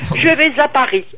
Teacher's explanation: le R exactement comme on le prononce à Paris, légèrement grasseillé · Term: R parisien